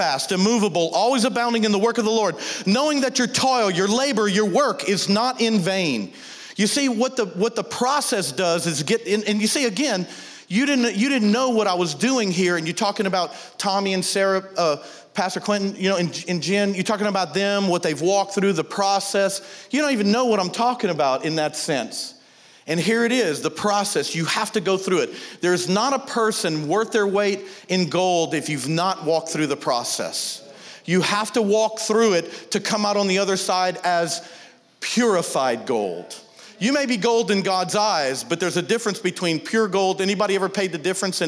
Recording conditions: large echoing room